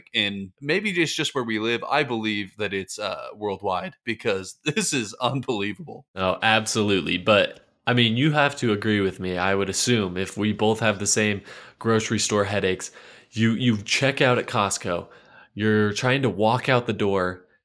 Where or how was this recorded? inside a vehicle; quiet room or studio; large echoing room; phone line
quiet room or studio